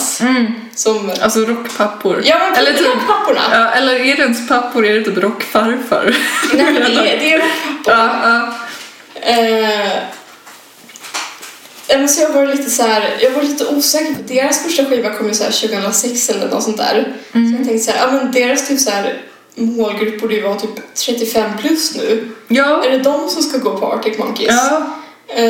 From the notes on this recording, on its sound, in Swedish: Inslagsproducenten är väldigt sur över den dåliga ljudkvalitén i det här avsnittet. "Sitt nära micken för fan", hälsar han.